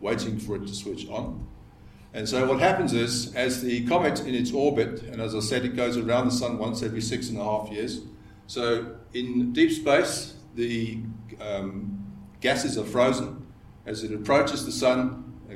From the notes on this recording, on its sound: This is the second episode in our series of ScopeX 2018 public lectures.